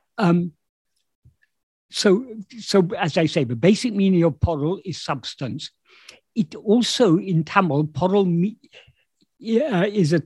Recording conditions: video call